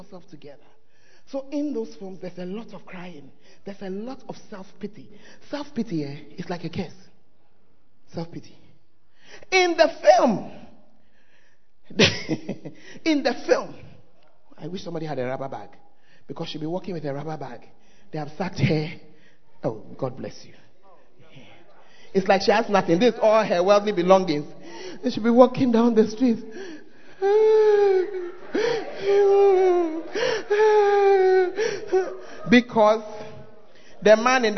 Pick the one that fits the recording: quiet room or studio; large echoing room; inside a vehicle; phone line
large echoing room